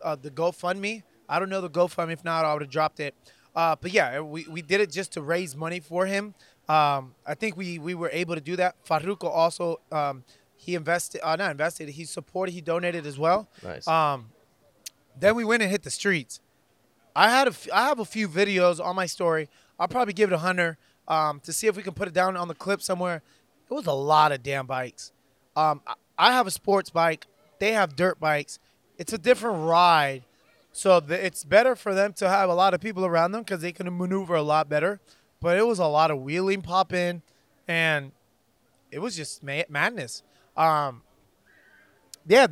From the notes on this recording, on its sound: Thank you to The Yard at Ivanhoe District for allowing us to record